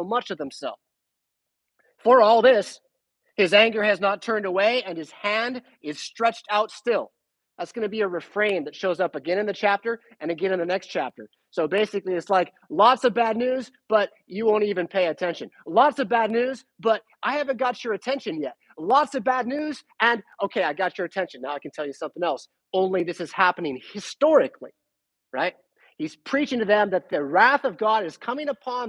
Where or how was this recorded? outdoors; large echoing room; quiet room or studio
large echoing room